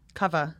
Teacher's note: It's not as open as like a really strong London accent cover.